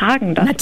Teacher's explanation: spricht man Häagen-Dazs aus, ohne den Umlaut, der wird im Skandinavischen nicht mitgesprochen